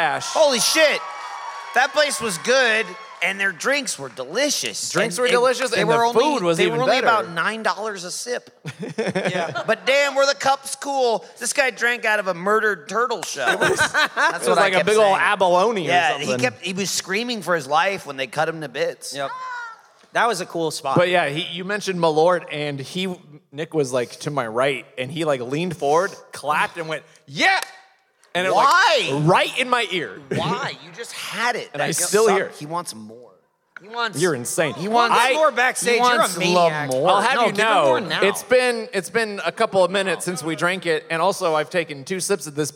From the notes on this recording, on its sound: This episode was recorded Live in Chicago at Thalia Hall.